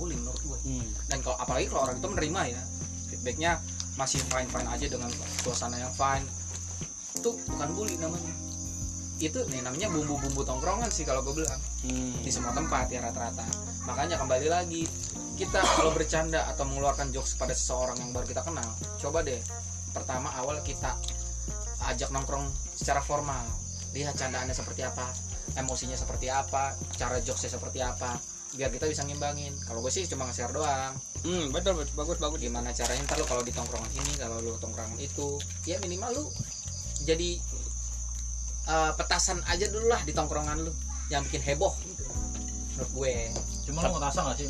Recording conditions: background noise